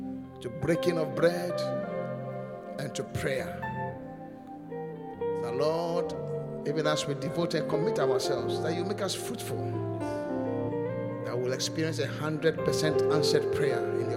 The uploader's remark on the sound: Preached at the Qodesh